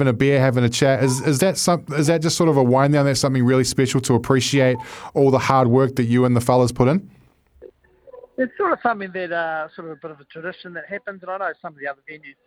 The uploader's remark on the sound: LIVE from FMG Stadium ahead of the Super Rugby Pacific Opener